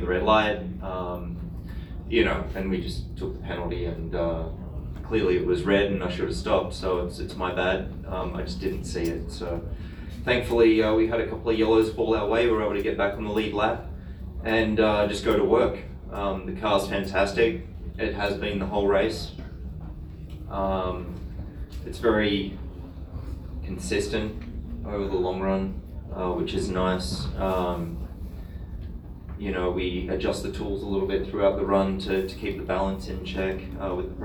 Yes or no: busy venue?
yes